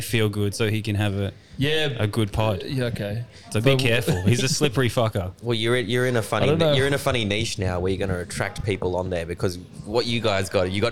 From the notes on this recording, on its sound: This is a fun podcast, so good to have all the original boys back together, on location at RoyAl’s burger in Wembley, Perth.